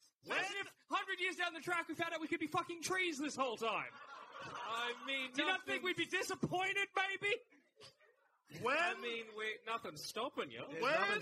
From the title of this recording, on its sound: LIVE!